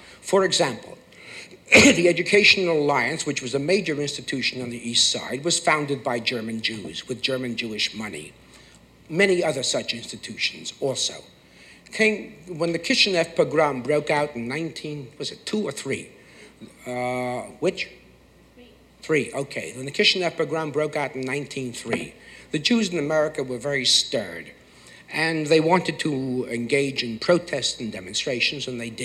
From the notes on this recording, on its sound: Recorded on Feb 10, 1976 at New York's 92nd Street Y